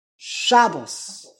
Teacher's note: The emphasis is on the shin.